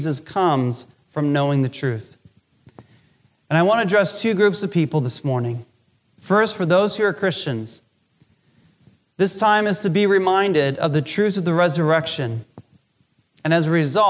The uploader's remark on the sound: Recorded Live during our Easter Service.